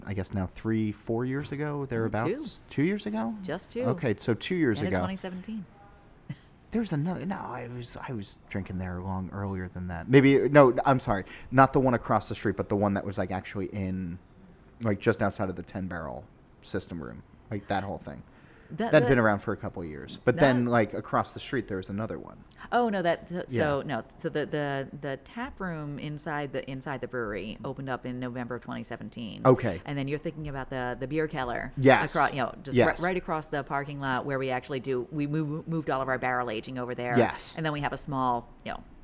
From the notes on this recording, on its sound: The interview was recorded at the new brewery and taproom, just hours before it officially opened to the public.